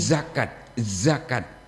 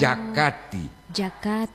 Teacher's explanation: Tidak mengenal huruf Z, dia menjadi J. · Shown in: second take · Oh, J. Zakat, zakat.